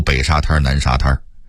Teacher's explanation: 在北京话里头，真正的滩字是必须加儿化韵的